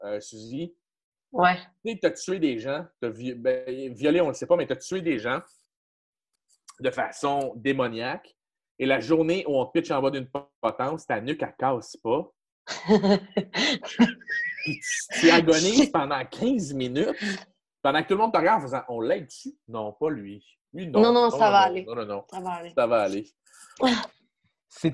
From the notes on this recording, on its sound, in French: La classe a eu lieue sur Zoom, en vidéoconférence.